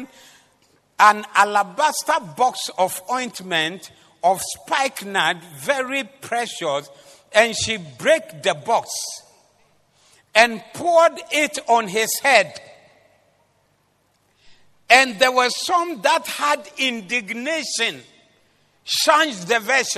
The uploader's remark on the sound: Preached at the Zeloo Service 07052023